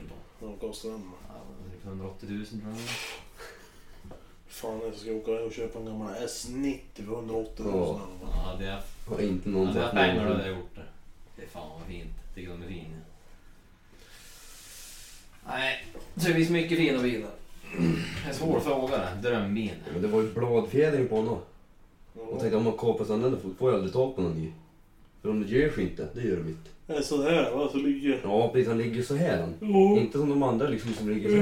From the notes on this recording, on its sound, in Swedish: Dålig ljudkvalité.